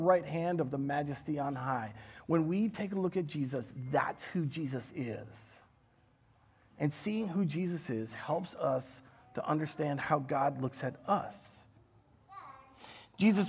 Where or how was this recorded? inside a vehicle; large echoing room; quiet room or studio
large echoing room